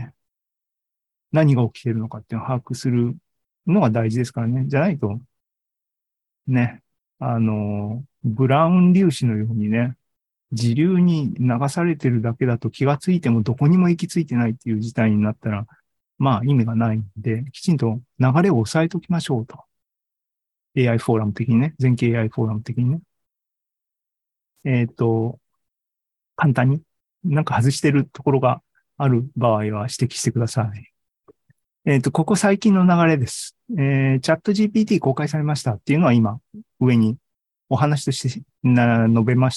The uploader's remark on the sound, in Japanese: シーズン３７は２０２３年１月２５日に開催した ZOOMライブの模様です